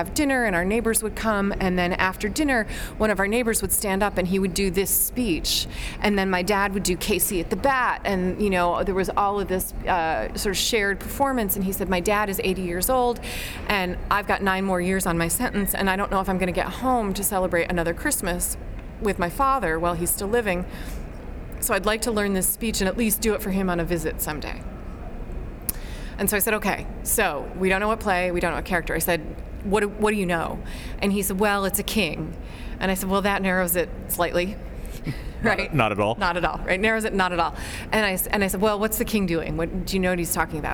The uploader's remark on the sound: Recorded LIVE at the 2018 Shakespeare Theatre Association Conference.